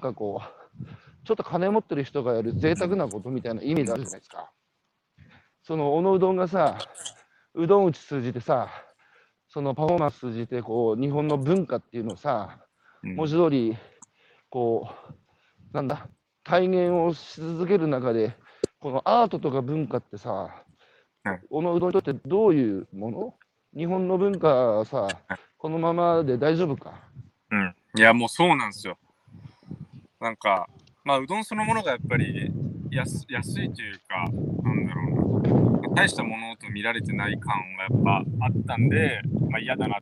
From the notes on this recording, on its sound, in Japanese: 歩きながら1時間、対談する。